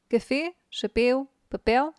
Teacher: cuvintele accentuate pe ultima silabă